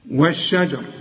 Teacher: اللام ادغمت في الشين